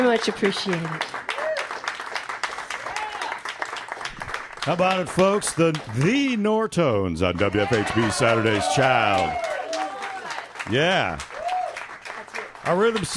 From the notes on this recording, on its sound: Live from the Monroe County History Center. Joined a Fund Drive edition of Saturday’s Child.